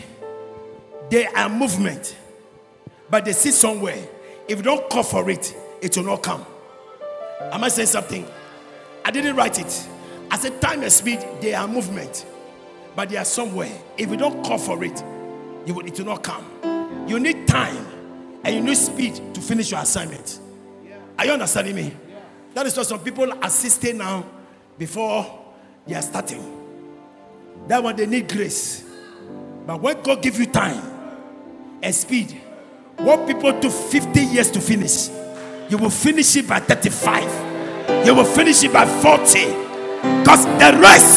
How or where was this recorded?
large echoing room